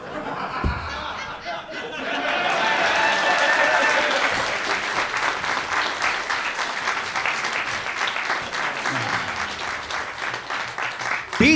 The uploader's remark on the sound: Recorded at the Gateway Theatre in San Francisco on January 11, 2020 as part of SF Sketchfest.